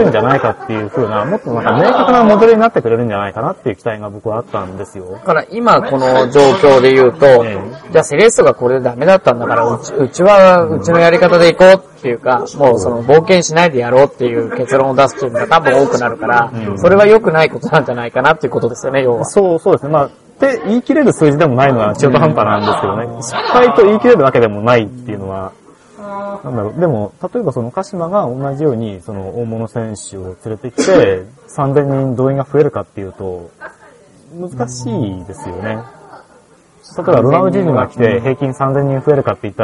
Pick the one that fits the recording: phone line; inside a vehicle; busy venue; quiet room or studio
busy venue